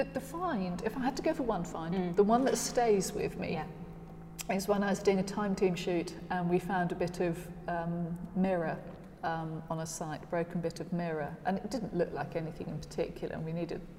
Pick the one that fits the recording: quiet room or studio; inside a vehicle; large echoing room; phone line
large echoing room